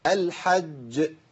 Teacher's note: انقطاع الصوت والنفس في حرف الجيم